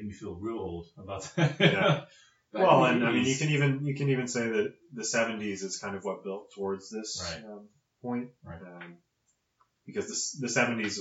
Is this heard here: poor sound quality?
yes